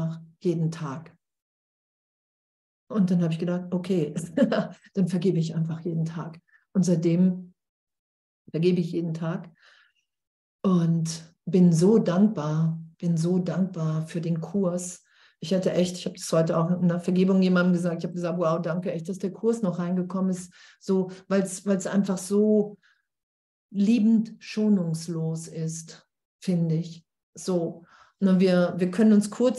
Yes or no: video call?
yes